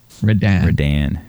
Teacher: Emphasis on the Dan, the second syllable.